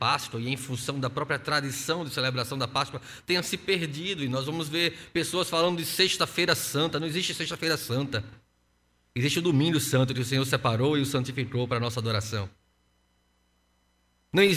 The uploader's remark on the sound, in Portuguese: No culto presencial e transmitido ao vivo no domingo (04/04/2021) às 15h.